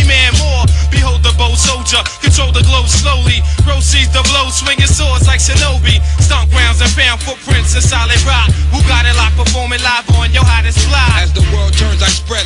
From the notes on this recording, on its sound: 'Eastside Night' recorded at Candy Shop, Paris 23-03-17.